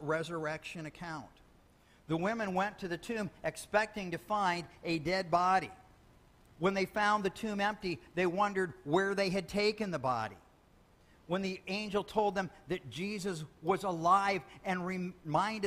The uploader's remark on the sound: Sermon Audio